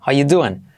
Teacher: Fíjate en how are you doing, saltamos el R